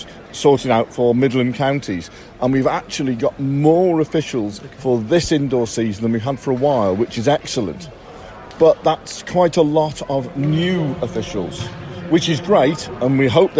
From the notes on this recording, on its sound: Recorded at the Combined Events Indoor Championships in Sheffield.